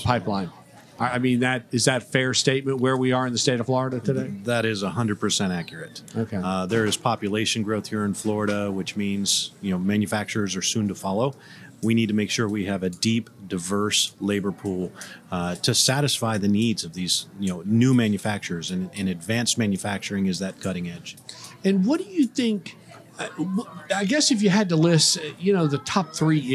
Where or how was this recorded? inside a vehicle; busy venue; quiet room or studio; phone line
busy venue